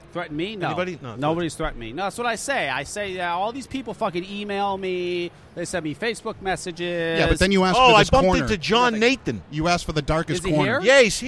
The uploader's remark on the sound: Live From Vape Northeast. Our live broadcast from Vape Northeast VP Live.